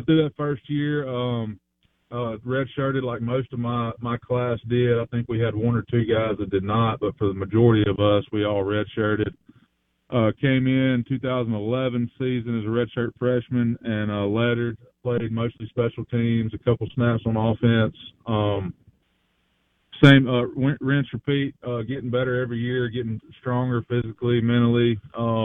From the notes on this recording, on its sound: On Farm Bureau guest line. Live in the BankPlus Studio.